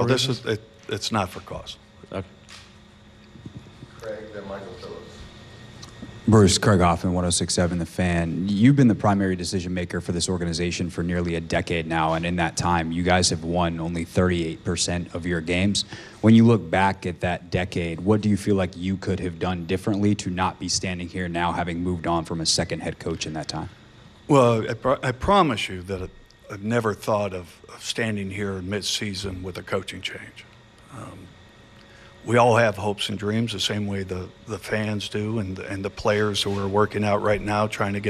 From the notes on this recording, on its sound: Press conference. Speaks with the media.